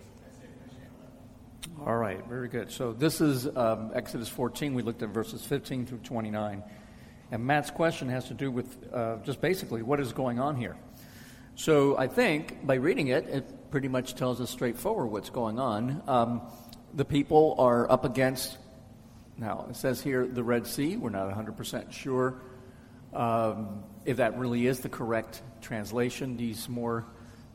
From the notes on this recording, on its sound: answers questions from the audience